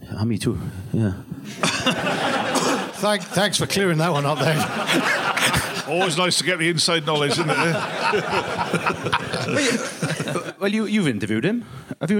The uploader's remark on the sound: In front of a packed audience the panel discuss